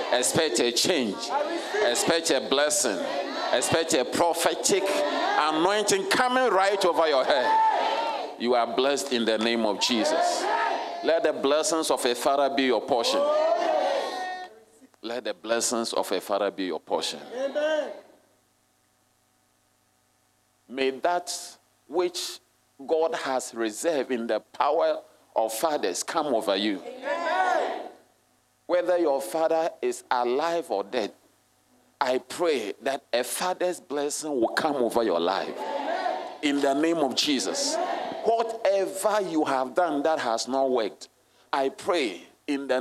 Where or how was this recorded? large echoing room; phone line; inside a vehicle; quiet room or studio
large echoing room